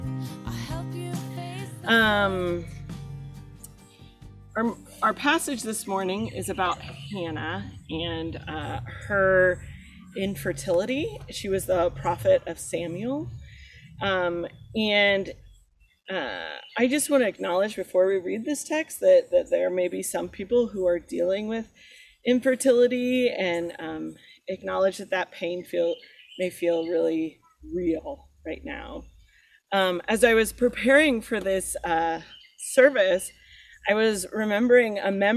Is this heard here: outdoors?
yes